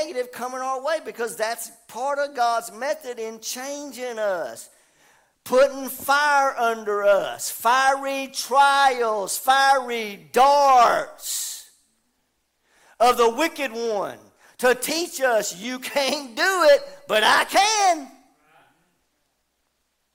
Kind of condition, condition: setting, live audience